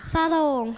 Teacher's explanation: พยางค์แรกออกเสียงสอเสือเหมือนมีสระอะเพิ่มเข้ามา